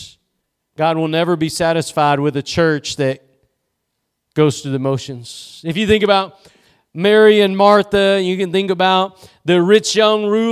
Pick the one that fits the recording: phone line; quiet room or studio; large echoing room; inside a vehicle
large echoing room